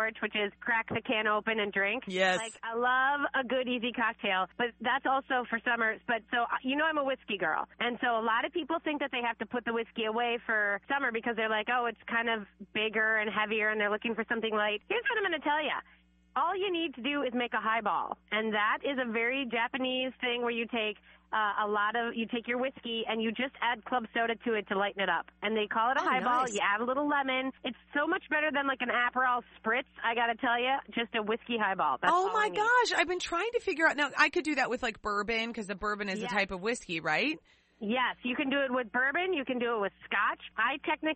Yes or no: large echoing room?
no